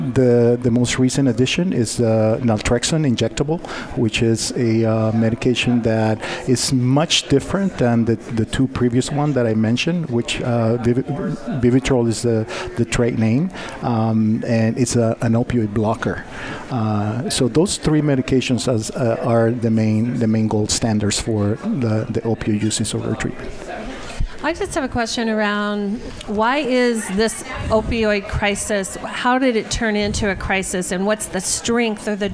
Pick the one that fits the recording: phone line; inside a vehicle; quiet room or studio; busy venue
busy venue